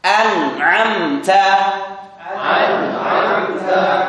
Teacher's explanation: Apakah ada dengung? Ada, tapi tidak dipanjangkan. · Term: idhar